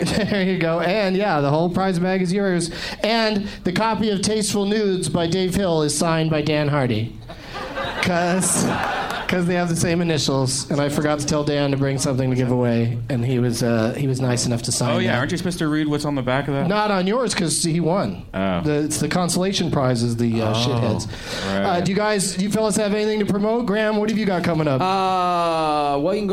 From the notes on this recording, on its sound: Live from the Palace Station Casino in Las Vegas